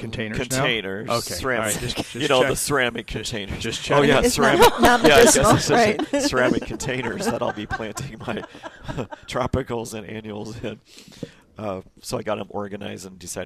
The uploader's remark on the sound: Every Saturday live from Prairie Gardens.